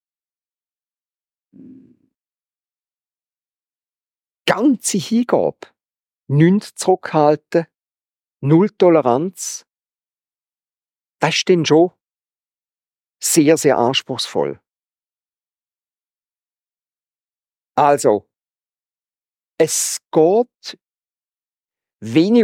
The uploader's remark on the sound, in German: Predigt Loehningen. Ziitfenschter-Gottesdienst.